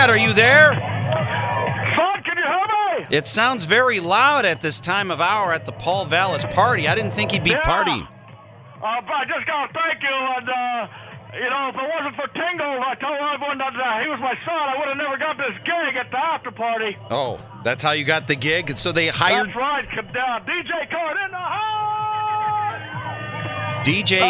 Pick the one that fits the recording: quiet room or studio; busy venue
busy venue